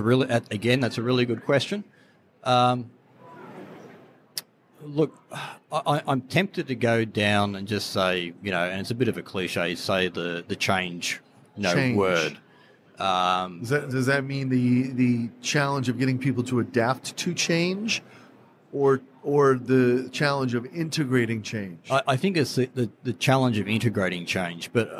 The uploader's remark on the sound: On location at Online Retailer 2019. The Live Podcast Series with NORA Network and Mouthmedia Network made a triumphant return to the Online Retailer expo floor.